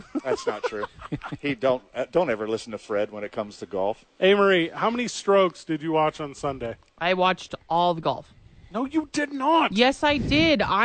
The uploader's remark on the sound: live from The Duke's Store in Nob Hill